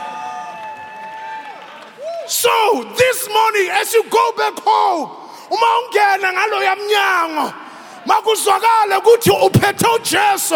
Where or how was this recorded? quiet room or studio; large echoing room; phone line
large echoing room